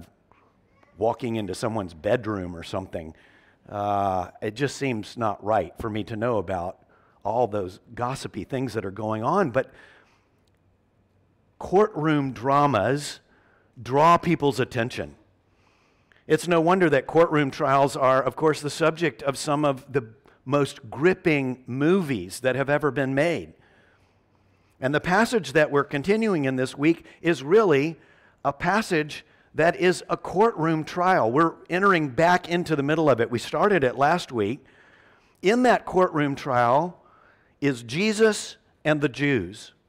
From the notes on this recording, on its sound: at Covenant Hope Church in Dubai, UAE, on June 5th, 2022.